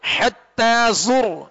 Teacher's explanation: را ساکن سے پہلے پیش، را کو موٹا پڑھیں گے